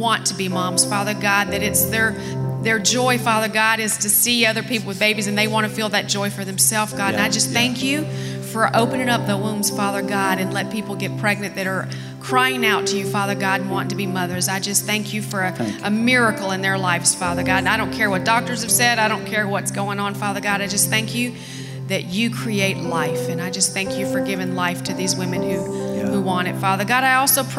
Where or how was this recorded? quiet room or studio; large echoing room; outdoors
large echoing room